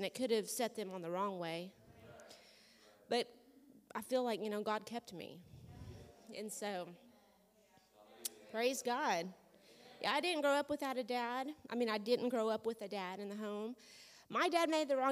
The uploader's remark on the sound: This audio was taken from a class. At World Harvest Bible Training Center in Murrieta, CA.